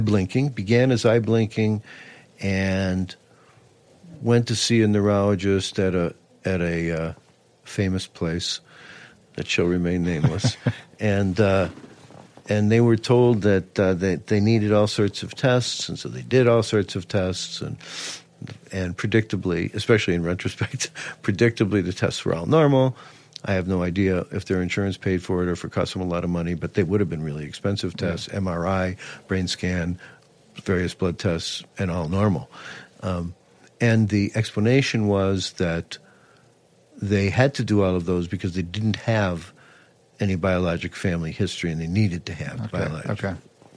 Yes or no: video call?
no